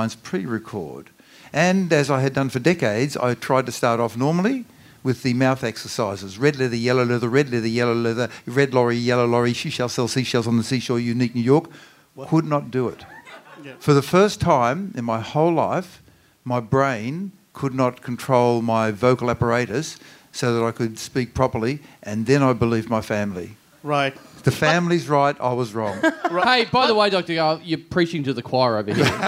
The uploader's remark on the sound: Recorded LIVE in Sydney on Sunday, November 22 at The Roxbury Hotel.